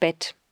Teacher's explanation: Außerdem haben wir im Deutschen ein kurzes Ä. Es wird mit etwas weniger Spannung im Mundraum produziert, der Mund ist etwas offener. Das kurze Ä haben wir zum Beispiel in dem Wort Bett.